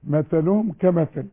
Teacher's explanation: مثلهم بطلع طرف اللسان كمثل، برضو بطلع طرف اللسان